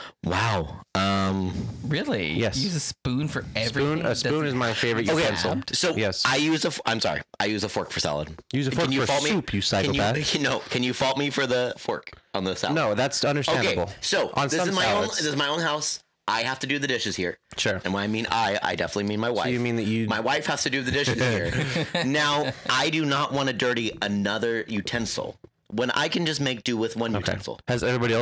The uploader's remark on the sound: The Audio in this episode is a bit peaky due to an ID10T problem but levels out after a bit. Strap in cuz the boys are together in the flesh this week!